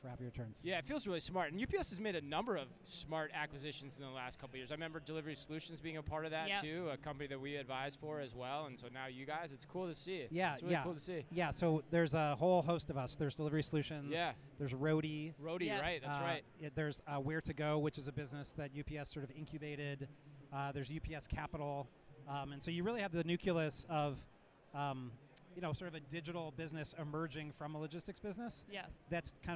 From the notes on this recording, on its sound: We go live from Manifest 2024